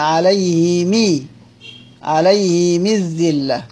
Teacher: سيدنا أبو عمرو يقرأها كده هيكسرها عليه من الذلة، عليه مي بيتبع الميم حركة الهاء · Term: الميم بالكسر